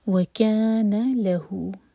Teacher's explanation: لہو دو سلیبل والا ورڈ، لام پر زور